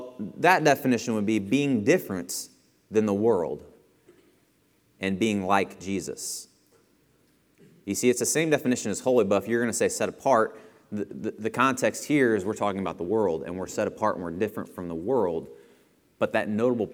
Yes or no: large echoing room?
yes